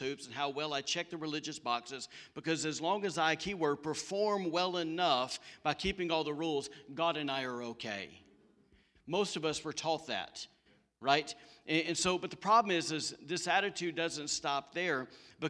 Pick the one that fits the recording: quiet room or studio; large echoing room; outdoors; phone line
large echoing room